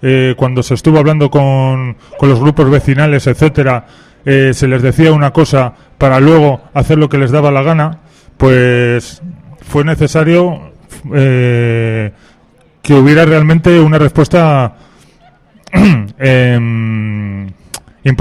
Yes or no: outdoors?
yes